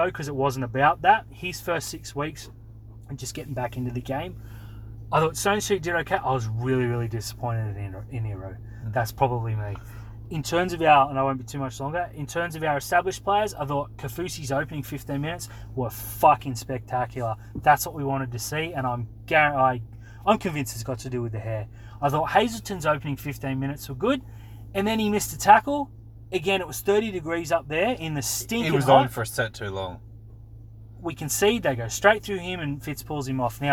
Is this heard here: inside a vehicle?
yes